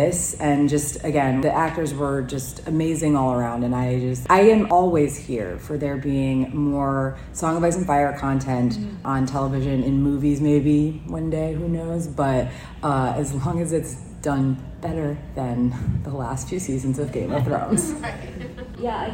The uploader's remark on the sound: Live audio from the Princess and the Queen panel at Dragon Con 2023. While some minor sound editing was done to make the original recording somewhat easier on the ears, please keep in mind that this was recorded live and therefore the sound quality is uneven at best.